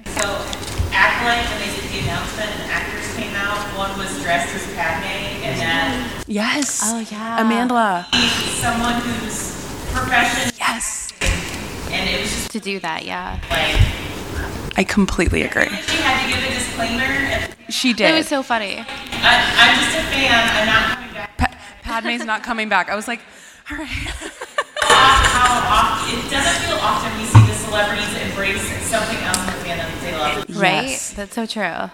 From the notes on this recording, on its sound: It’s our live podcast recording from Star Wars Celebration Europe 2023 in London! Since those stories were pretty conversational, I had to bump up the audio considerably. Apologies if they’re hard to hear!